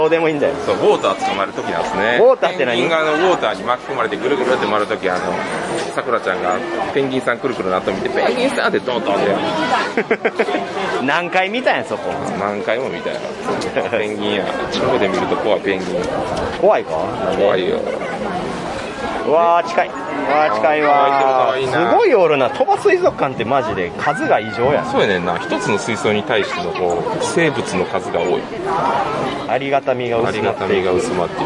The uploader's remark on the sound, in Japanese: いい旅ボド気分 in 伊勢。一部、屋外での収録のため、騒音雑音が入っております。